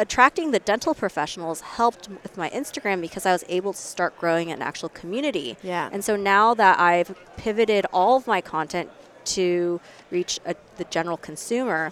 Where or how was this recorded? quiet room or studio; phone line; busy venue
busy venue